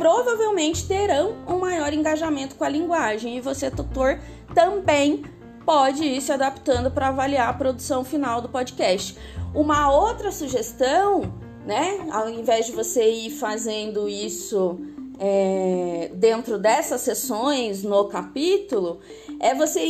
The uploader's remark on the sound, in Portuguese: Aplicativos: anchor e canva (versões gratuitas). Gravado do celular (Redmi Note 8 PRO – sem microfone).